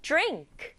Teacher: 드링크, 세 박자 아니에요. 한 박자로 drink.